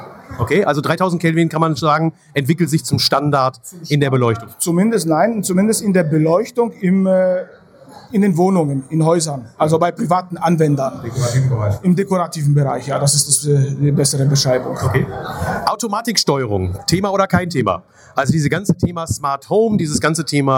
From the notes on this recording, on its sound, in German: Live-Aufnahme bei der Mosecker-Memo-Messe in Münster.